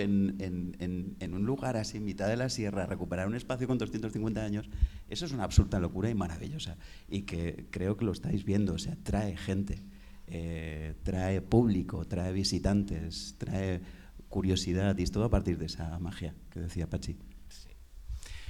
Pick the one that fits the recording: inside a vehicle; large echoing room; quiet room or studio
large echoing room